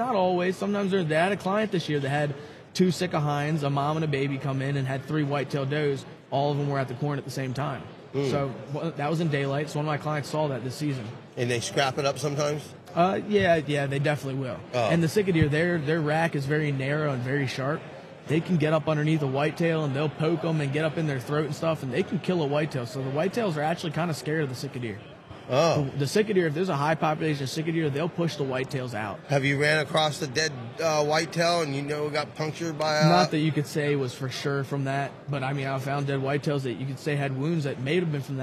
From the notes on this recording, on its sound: at the Great American Outdoor Show